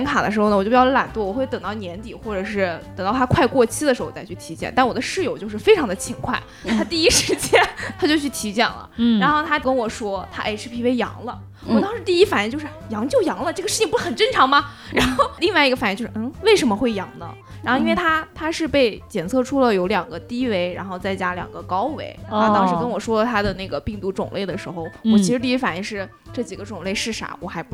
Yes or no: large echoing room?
no